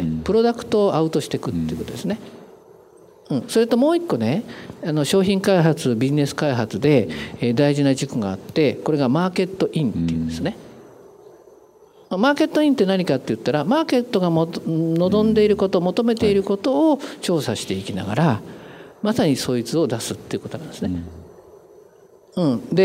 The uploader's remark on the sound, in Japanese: 大阪公開収録